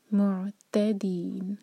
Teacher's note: عین ساکن ہے تو جھٹکا نہیں آنا چاہیے، تھوڑا سا ٹائم ایکسٹرا دیں گے تاکہ عین پورا ادا ہو. معتدين، سکون کے بعد تھا تا پر زور اور اس کے بعد دی، چار حرکہ لمبا، نون کو ساکن کر رہے ہیں تو یہ ہے مد عارض للسکون.